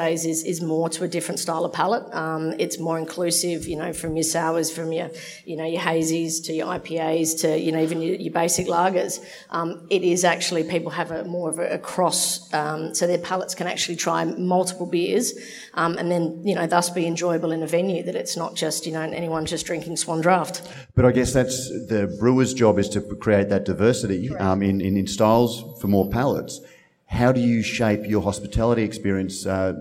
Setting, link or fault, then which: setting, busy venue